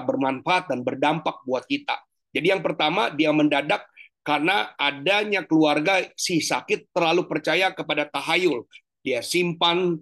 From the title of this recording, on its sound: Zoominar